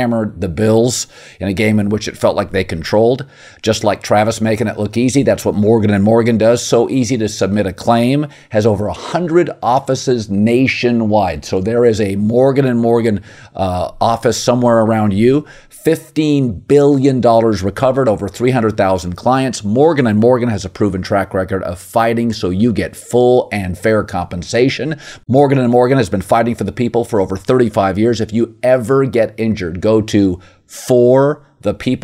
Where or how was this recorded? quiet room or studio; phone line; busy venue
quiet room or studio